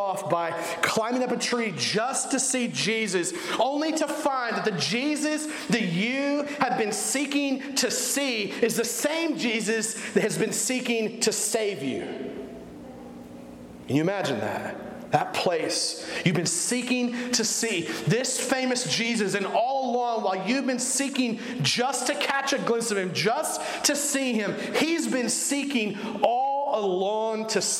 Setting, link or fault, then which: setting, large echoing room